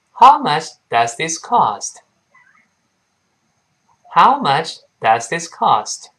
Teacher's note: 这个 H 清辅音发，声带不振动